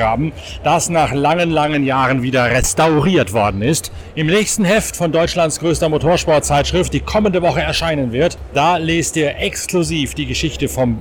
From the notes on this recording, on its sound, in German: Live vom Ring-Boulevard. Der Nürburgring bebt unter dem Sound von den altehrwürdigen V10-Motoren – und er glüht unter der gleißenden Sonne.